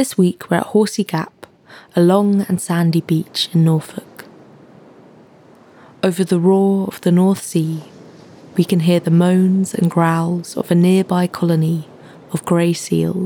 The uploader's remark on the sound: The haunting cries of seals on a Norfolk beach. This week we’re at Horsey Gap, a long and sandy beach in Norfolk. Over the roar of the North Sea, we can hear the moans and growls of a nearby colony of grey seals.